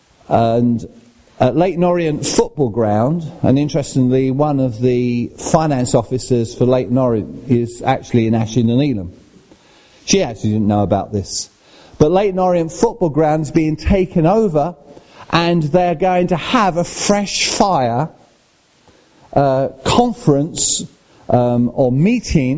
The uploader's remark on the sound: at Rayleigh Elim Pentecostal Church.